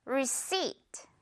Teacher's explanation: 뒷부분의 P는 그냥 없다고 생각하면 됩니다.